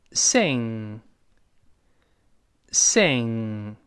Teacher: 这个唱歌呢，又是一个舌根音，前面发 a，后面拱舌根 · 舌根拱上去，把喉咙堵死了